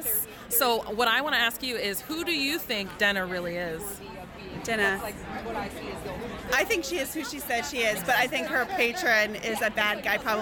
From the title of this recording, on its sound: Live from ECCC